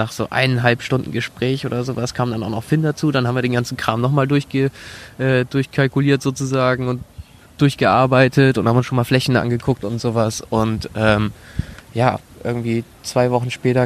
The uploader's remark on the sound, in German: Auch diese Folge ist bereits im Mai 2018 im Rahmen des Viva con Agua Netzwerktreffens aufgenommen worden, also schon ein büschn älter!